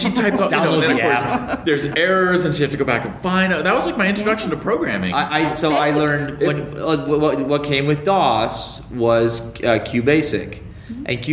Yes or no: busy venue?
yes